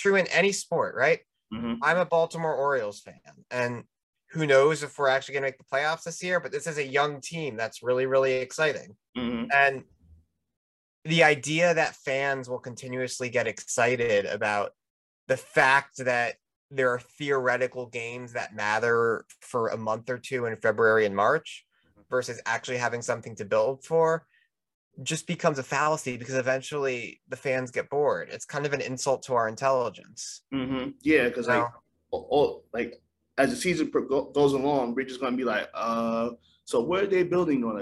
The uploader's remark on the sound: I jumped on a Zoom call